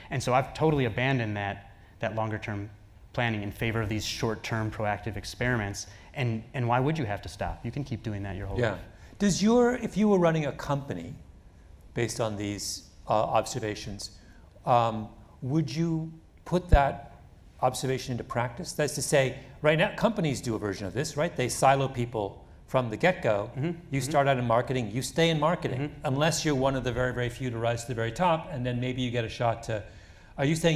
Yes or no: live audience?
yes